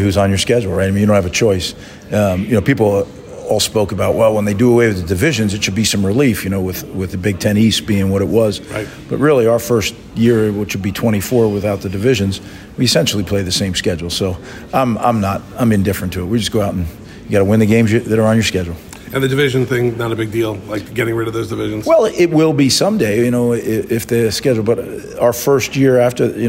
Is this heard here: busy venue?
yes